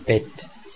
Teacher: das im Standarddeutschen fehlende, kurze, geschlossene E